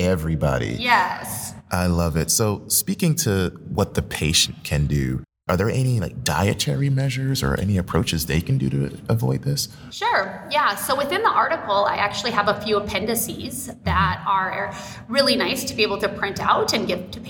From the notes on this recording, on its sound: interviews LIVE at the 2022 Annual Meeting